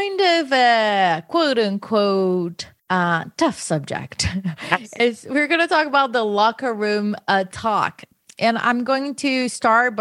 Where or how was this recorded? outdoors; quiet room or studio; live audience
quiet room or studio